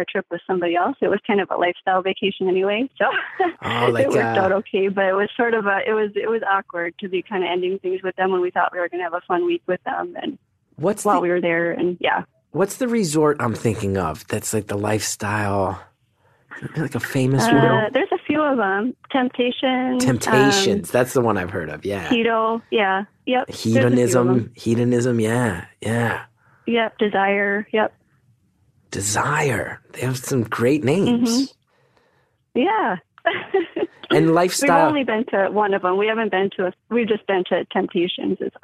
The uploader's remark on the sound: It's just a three-way phone call, but this week's callers are a married couple.